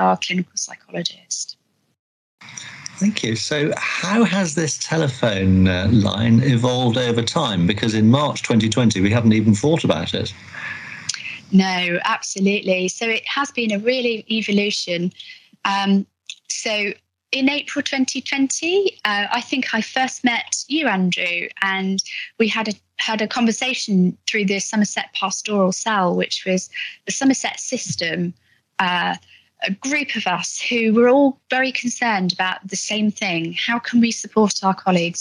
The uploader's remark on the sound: Live discussion at the Somerset Virtual Wellbeing Conference 2021. Supporting the Supporters LIVE. In a live discussion at the Somerset Virtual Wellbeing Conference 2021 on the SEW Colleague Support Line.